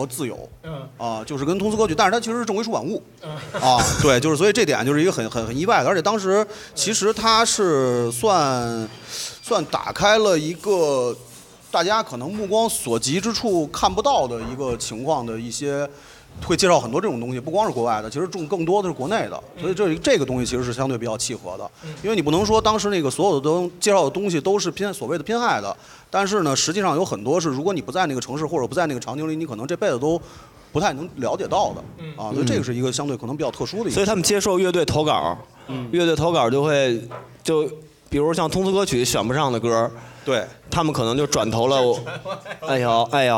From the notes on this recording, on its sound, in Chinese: 现在，我们将经过修整剪辑过的现场录音内容，按照每个播客一段的形式，分成 7 条主题内容进行发布。我们在北京举办了 音乐·聚我们——首届「播客松」+西海之声7周年聚会 活动。现场录音设备协力品牌：Focusrite、RODE 麦克风。